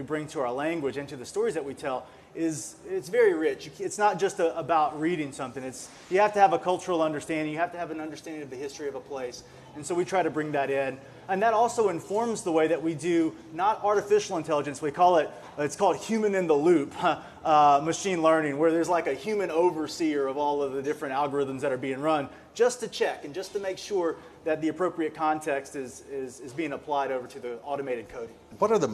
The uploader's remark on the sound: This interview was recorded in February at a Research on Tap event, held at Iron Monk Brewery in Stillwater